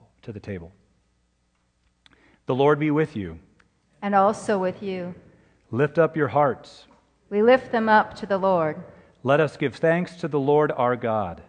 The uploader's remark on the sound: Free to Live is a podcast of the Ash Wednesday Service at Laguna Presbyterian Church.